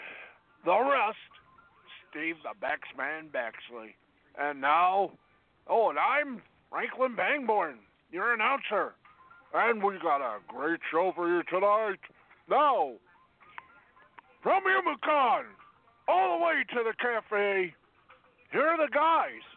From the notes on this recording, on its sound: along with live calls and guests